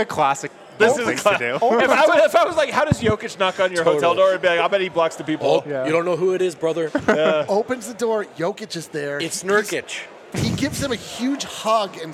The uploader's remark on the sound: live from Breckenridge Brewery